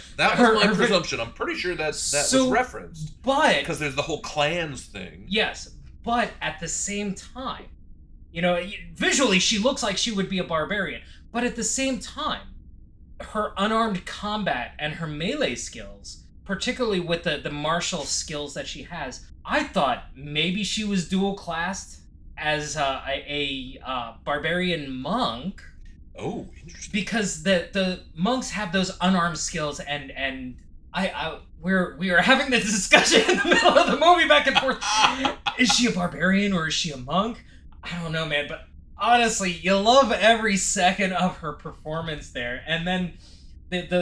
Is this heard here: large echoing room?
no